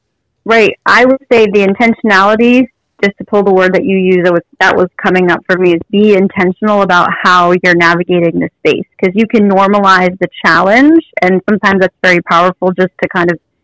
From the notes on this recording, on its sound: I had an awesome phone interview today